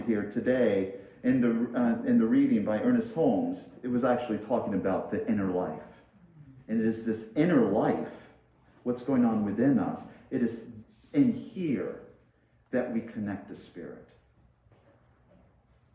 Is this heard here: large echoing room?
yes